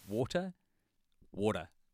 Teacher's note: the classic Kiwi accent, the real tip off, is that we pronounce T's as D's in pretty much every word